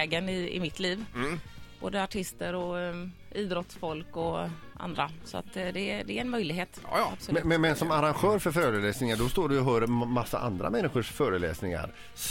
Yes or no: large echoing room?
no